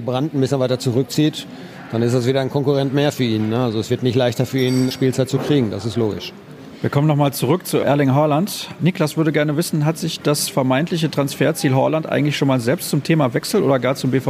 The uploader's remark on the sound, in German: Premiere als Ort der Aufnahme durfte das Backhaus Grobe feiern.